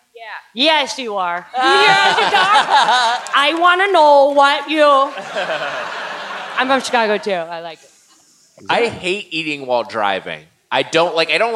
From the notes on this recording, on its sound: Recorded live at the Gramercy Theatre in NYC.